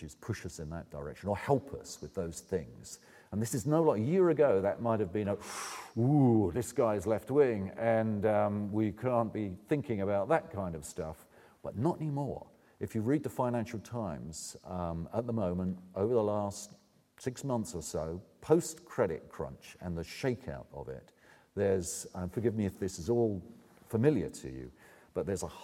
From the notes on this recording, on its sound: presents the closing keynote speech for the Oxford Climate Forum 2010